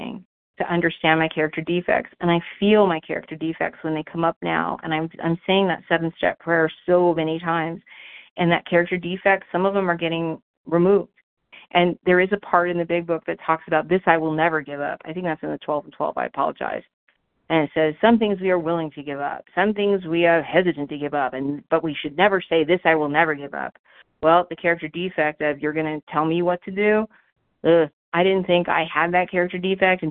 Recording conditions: phone line